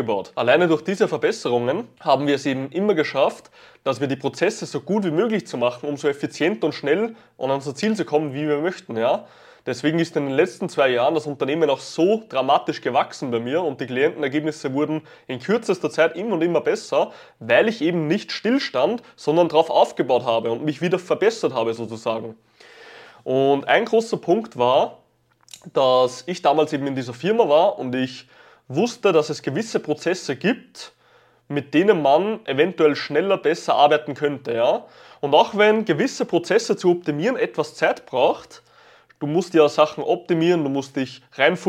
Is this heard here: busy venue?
no